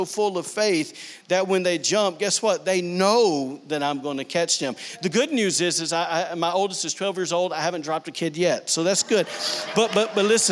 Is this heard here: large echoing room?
yes